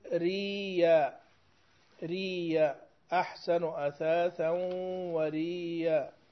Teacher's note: هذا الإظهار، تظهر اليائين كل واحدة لحالها